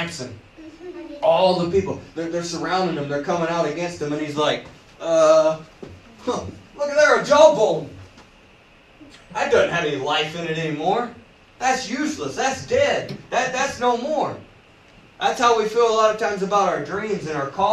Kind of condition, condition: setting, large echoing room